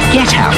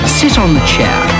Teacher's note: when the next word starts with a vowel, the T often seems to carry over to the next word.